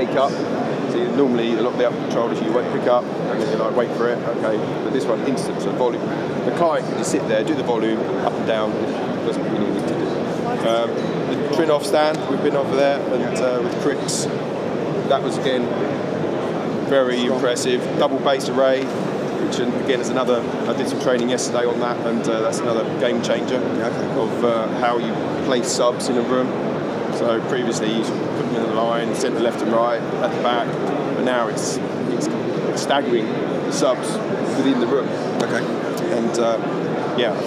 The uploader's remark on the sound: Recorded live from the ISE annual conference in Barcelona.